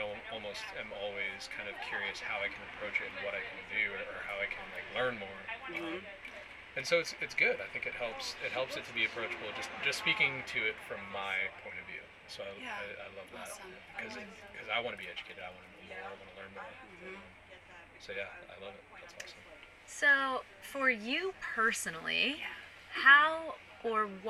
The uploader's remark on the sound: This interview was done on-site at the Women of Cannabis Conference - hence the background noise.